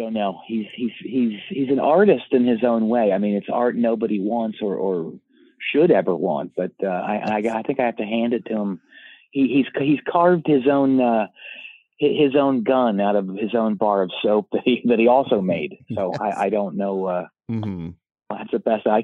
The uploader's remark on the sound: Phones ring on the topic